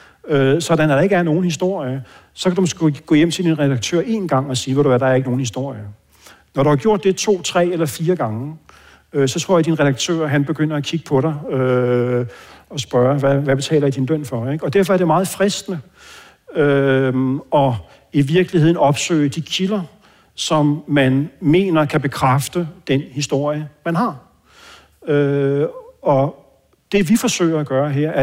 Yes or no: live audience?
yes